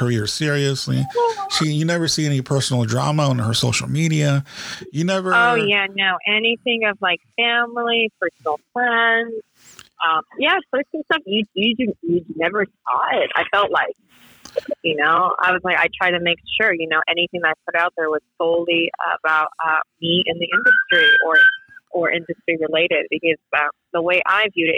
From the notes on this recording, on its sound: We had to make this a phone interview due to COVID, but still very interesting.